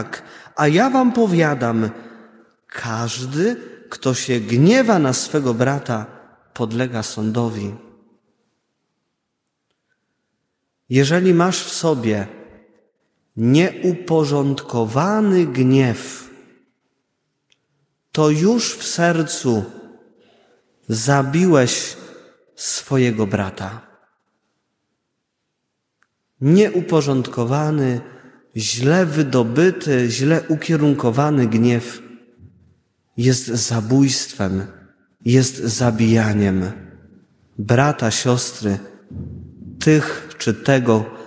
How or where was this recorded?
large echoing room